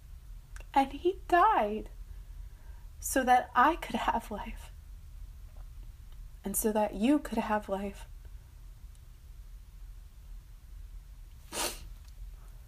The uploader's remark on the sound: I randomly came across this recording on my wife’s phone.